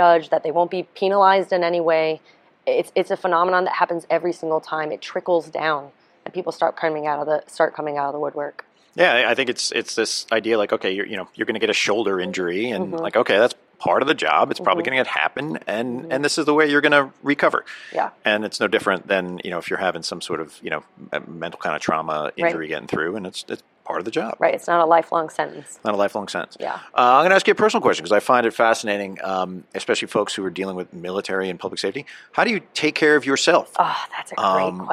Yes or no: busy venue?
yes